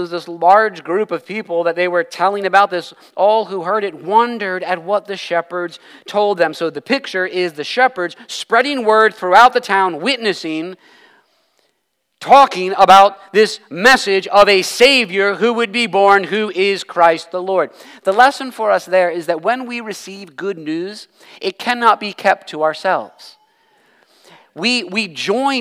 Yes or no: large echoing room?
yes